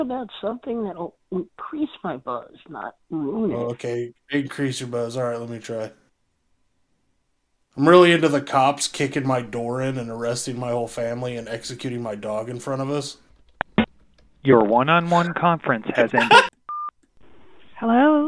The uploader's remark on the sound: We make calls to the adult phone lines and random people using the scumbot.